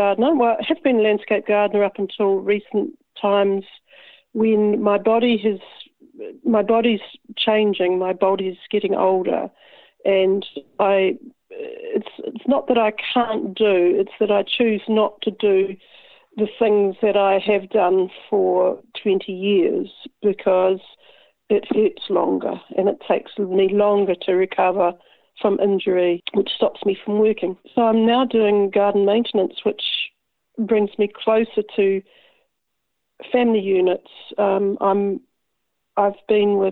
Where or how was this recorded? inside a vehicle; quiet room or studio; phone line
phone line